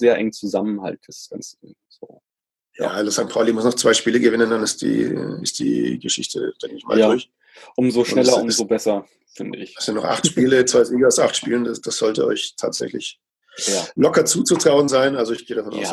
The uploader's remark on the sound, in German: Musste ich heute kurzfristig auf ein neues Aufnahme-Setup ausweichen – Zoom statt Skype. Scheint ganz okay funktioniert zu haben, obwohl ich erst skeptisch war.